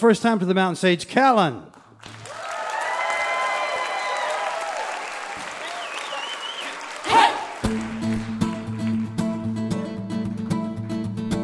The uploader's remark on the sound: Recorded at the Culture Center Theater in Charleston, WV.